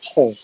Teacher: it's supposed to be a K that's pronounced in the back of the throat